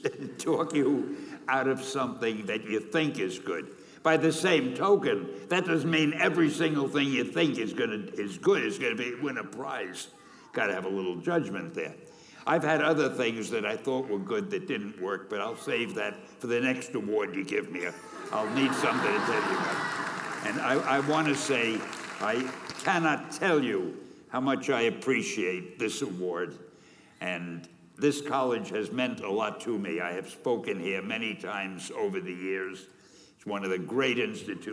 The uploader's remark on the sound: Keynote at the 2017 Graduation Ceremony